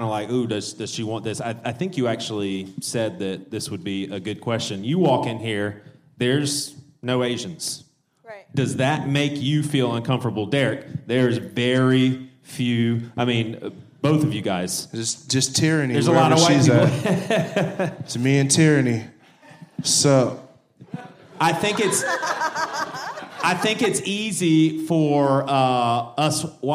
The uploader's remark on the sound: a Panel from BadChristian Con